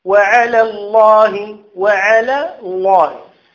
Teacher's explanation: على الأولى اللام مرققة، الله فيها لام اللام مفخمة أو مغلظة